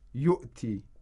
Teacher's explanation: As you can see, above the hamza, there's a sukun, and the wav in this word, yu'ti, we have a wav, and above the wav we have a hamza, and above the hamza we have a sukun. The wav is not pronounced like a wav al-maddi. Instead, it's pronounced like a glottal stop, like a normal hamza with a sukun.